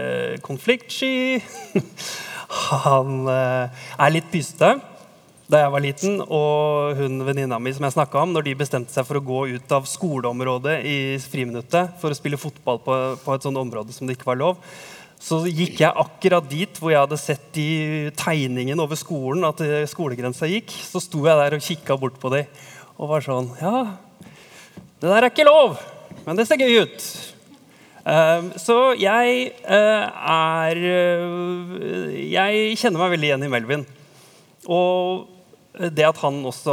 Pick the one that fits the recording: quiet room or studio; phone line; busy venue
busy venue